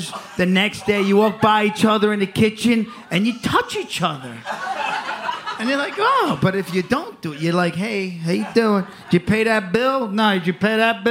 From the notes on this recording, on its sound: took the stage in NYC at City Winery for our second live "Virtual Reali-tea" event presented by Tri-State Cadillac.